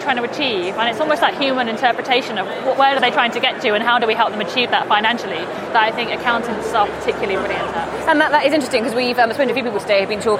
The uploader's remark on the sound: Live! From Xerocon 2018. As if that wasn't enough we also hosted an extra special edition of Fintech Insider: Live from the Xerocon exhibition hall.